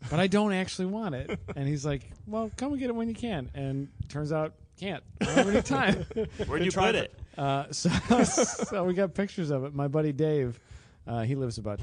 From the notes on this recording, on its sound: Late at night during #GRIDLIFE Round 4 at Autobahn Country Club